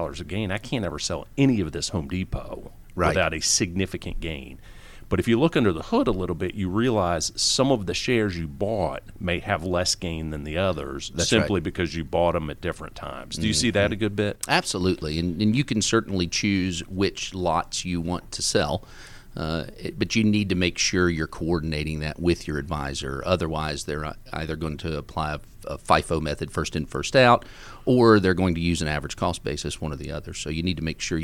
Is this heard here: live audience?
no